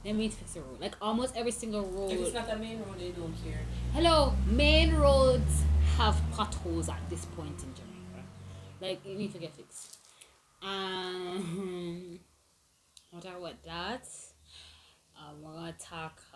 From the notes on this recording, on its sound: We were having some difficulties with the audio and the account but we are back for good.